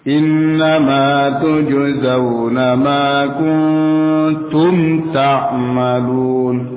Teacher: Mim bertemu ta dibaca dengan jelas, tidak samar-samar dan juga tidak dengung.